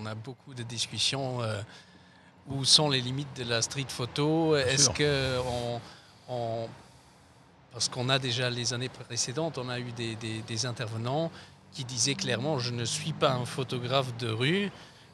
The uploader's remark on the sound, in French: Dans ce podcast enregistré le 7 mai dans la cour des Rotondes